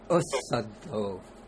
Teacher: when you put the A in front, the S doubles, so you get asaddo.